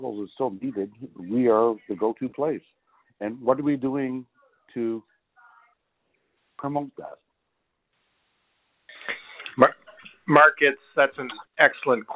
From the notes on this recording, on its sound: Budget 2023 Telephone Town Hall. Held an interactive telephone town hall.